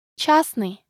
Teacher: we don't pronounce the consonant Т in the middle of the word.